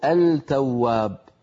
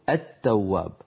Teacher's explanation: أصلها لام أدغمت في تاء، لام التعريف أدغمت في التاء · Shown in: second take · Term: اللام الشمسية